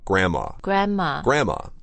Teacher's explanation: when we're talking about our grandparents, we really don't pronounce the N-D.